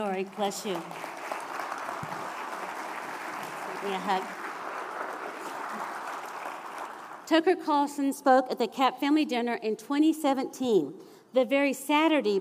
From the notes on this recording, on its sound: A special recording from our recent 2023 CAP Family Dinner. We present part one of a special recording from our recent 2023 CAP Family Dinner.